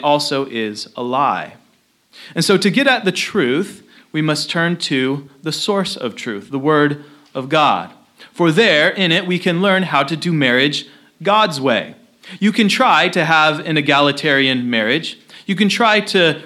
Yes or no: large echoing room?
yes